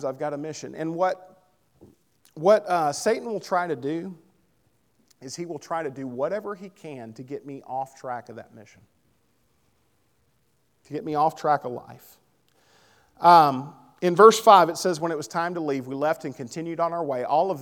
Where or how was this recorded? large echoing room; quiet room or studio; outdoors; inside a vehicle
large echoing room